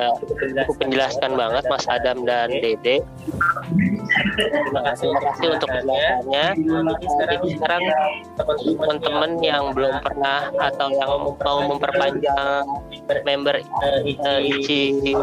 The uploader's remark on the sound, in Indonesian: maaf untuk audio yg kurang jelas karena banyak noise dan feedback (baru pertama kali take pake zoom)